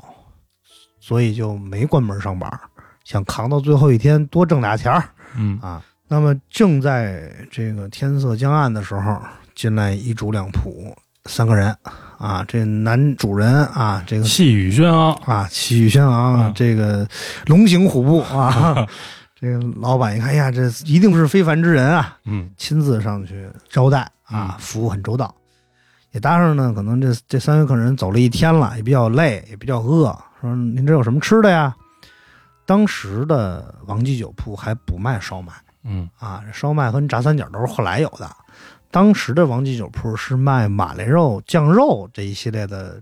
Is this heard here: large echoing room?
no